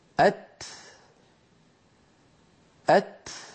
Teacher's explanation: اللسان لما يتجافى عن موضع التاء لا ينزل إلى مكانه الأصلي إلى تحت عند الأسنان السفلى مباشرة. لاحظوا أرأيتم كيف أن هناك مرحلة بين نطق التاء وعودة اللسان إلى مكانه الطبيعي في أسفل الفم؟